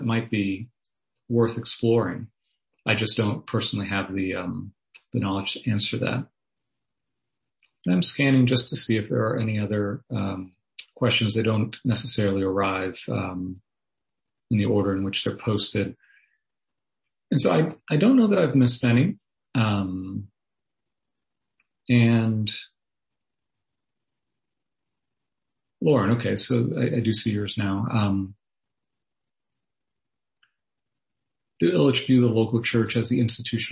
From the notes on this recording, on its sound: was delivered as a Zoom webinar on Wednesday, March 3rd